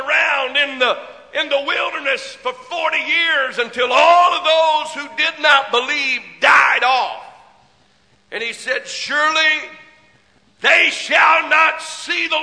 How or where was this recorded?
large echoing room